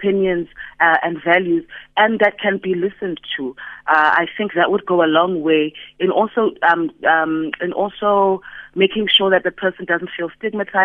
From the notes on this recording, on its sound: TELEPHONE INTERVIEW